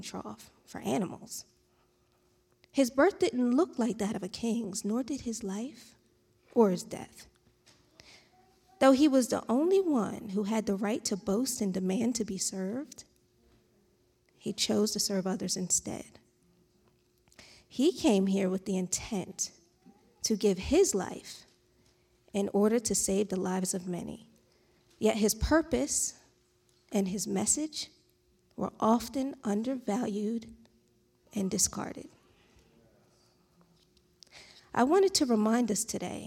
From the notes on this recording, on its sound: This JAT was recorded live on December 19th, 2021, at Newark United Pentecostal Church.